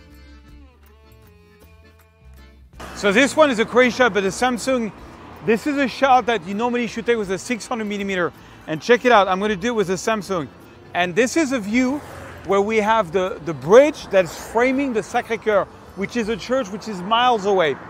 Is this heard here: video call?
no